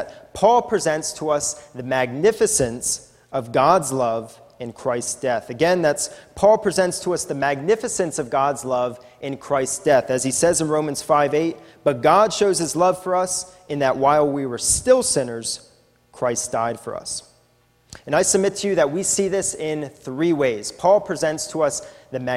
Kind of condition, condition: setting, large echoing room